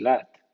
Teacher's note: Sonido de L. Como inicial es claro y similar al español en la palabra lado o en inglés lat.